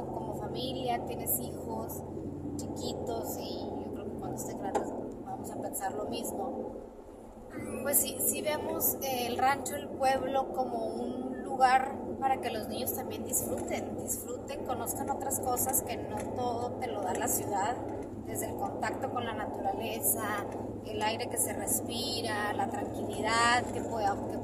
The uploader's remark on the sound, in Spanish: Un podcast que grabamos en carretera en un viaje familiar